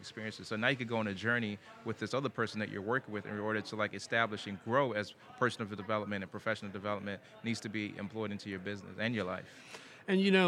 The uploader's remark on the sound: Recorded at this year’s annual JMI Small Business Leadership Conference. This and the following segments were recorded at this year’s annual JMI Small Business Leadership Conference hosted at Loews Sapphire Falls Resort.